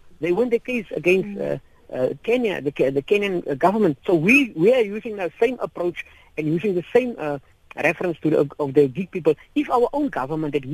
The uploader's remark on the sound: To help us with this discussion we are now joined on the line.